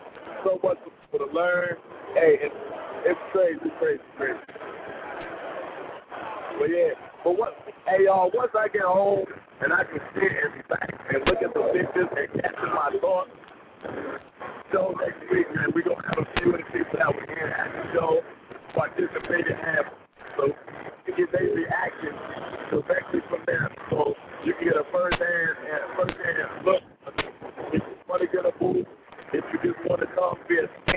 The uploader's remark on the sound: BarberZone Radio LIVE from Bronner Brothers Show.